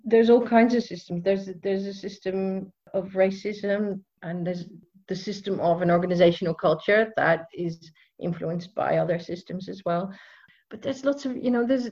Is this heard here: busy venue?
no